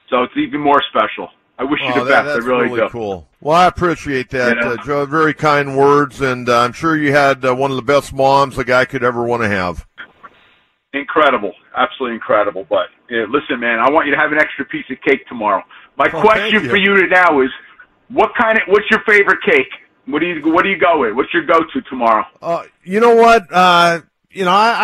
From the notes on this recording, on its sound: 97.3 The Fan. Fans call in to react to the interview.